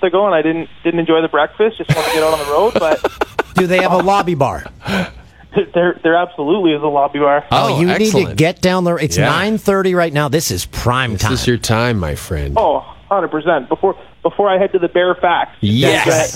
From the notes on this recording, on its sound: the pod listeners CALL IN!